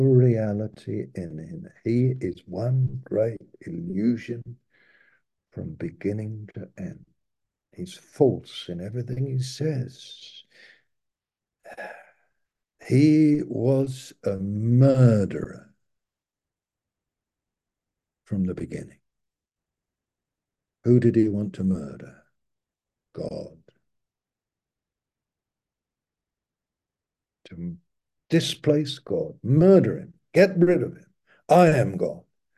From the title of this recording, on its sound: Malaysia Meets (Zoom)